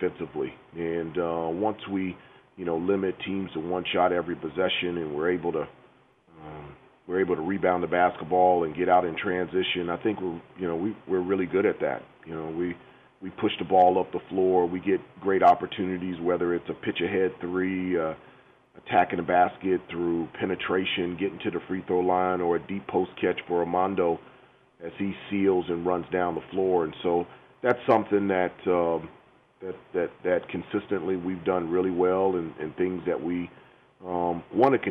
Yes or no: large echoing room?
no